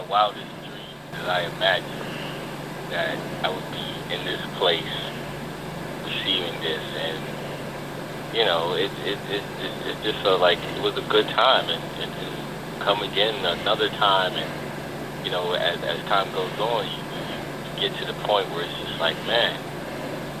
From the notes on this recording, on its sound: Phone interview clip.